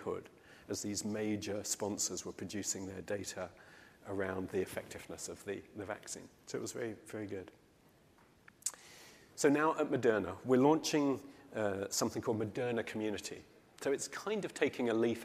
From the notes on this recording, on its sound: In this session recorded at CMO Summit 2022